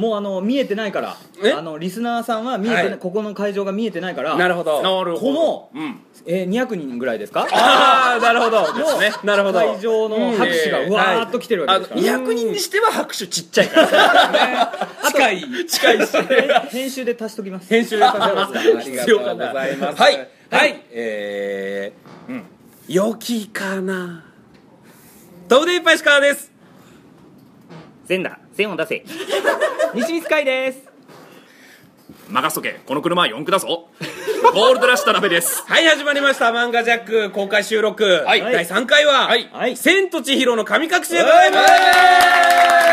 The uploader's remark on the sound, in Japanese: 公開収録。